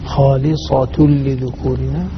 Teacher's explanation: حاول تفخم الصاد أكثر